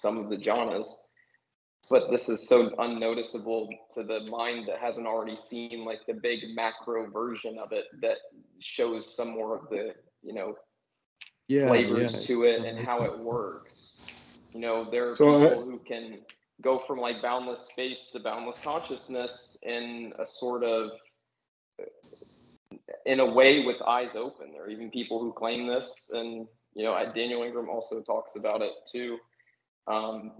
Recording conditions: video call